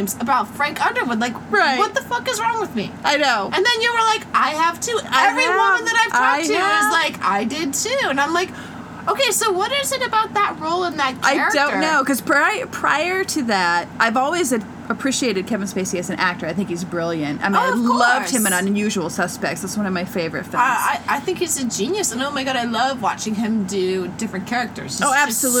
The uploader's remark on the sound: Our ninth episode sounds like the mothership is landing but that's just the AC we forgot to turn off.